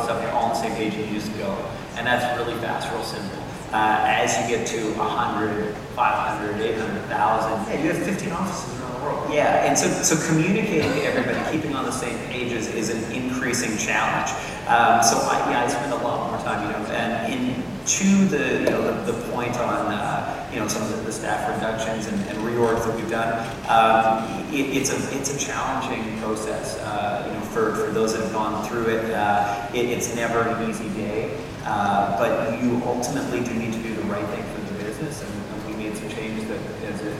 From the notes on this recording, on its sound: Live from the Toronto Elevate Tech Conference Stage